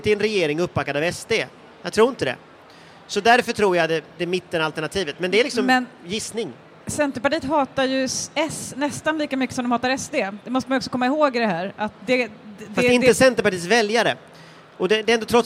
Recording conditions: live audience